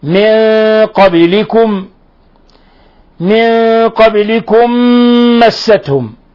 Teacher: من قبلكم، من قبلكم مستهم، هذا مثال آخر لإضغام المثلين الصغير، ميم ساكنة مع ميم متحركة، أضغمت الميم الأولى في الثانية وصارت ميما واحدة مشددة